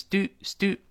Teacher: 当然英式发音是 stew，美音中把“耶”去掉的那种 stew